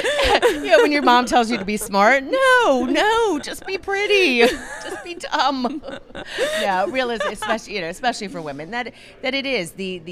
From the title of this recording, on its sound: Live from ClaimsXChange